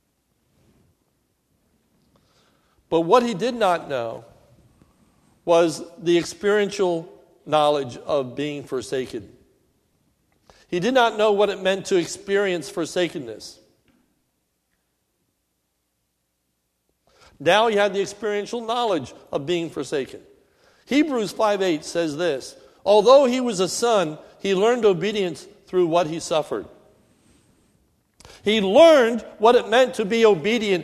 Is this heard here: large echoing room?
yes